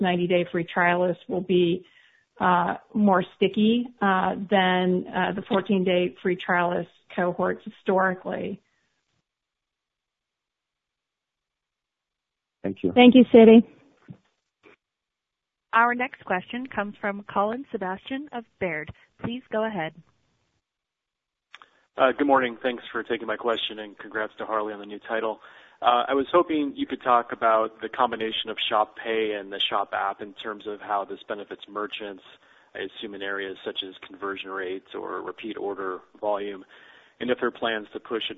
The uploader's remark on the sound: (NYSE:SHOP) Q3 2020 Earnings Conference Call